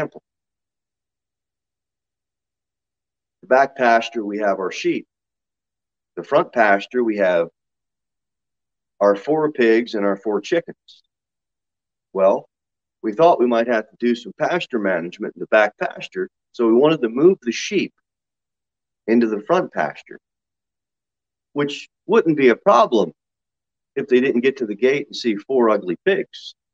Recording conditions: large echoing room